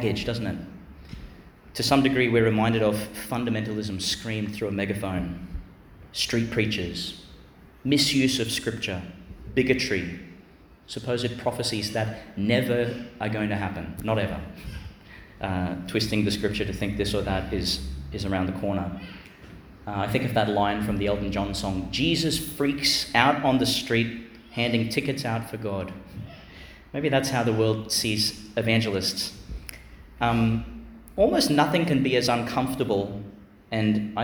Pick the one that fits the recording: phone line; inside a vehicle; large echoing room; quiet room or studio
large echoing room